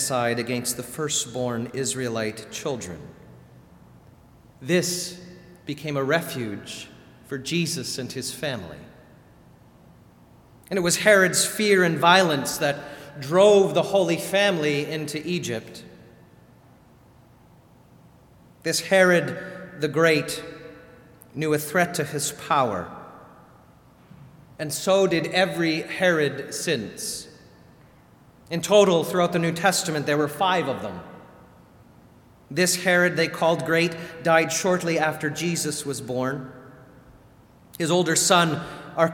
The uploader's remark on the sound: Sermon delivered at All Saints Kingsway on December 29, 2019.